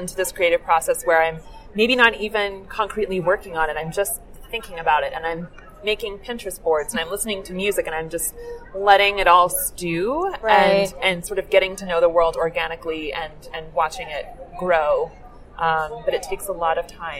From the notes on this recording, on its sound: Interview was recorded at the American Library Association Midwinter Conference